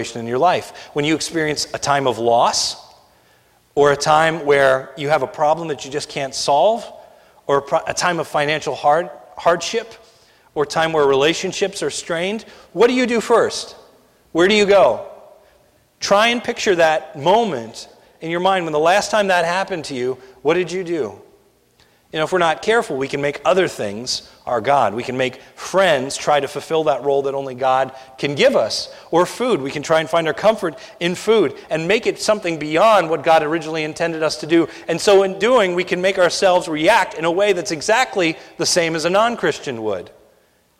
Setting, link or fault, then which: setting, large echoing room